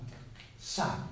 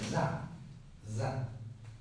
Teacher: Solamente sa es sorda. Son sonidos sordos. · Shown in: first take